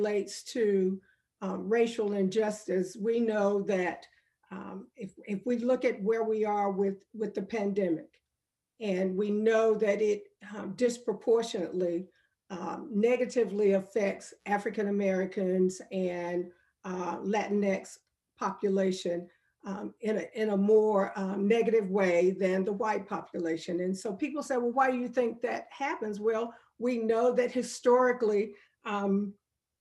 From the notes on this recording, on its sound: This is a recording of our virtual event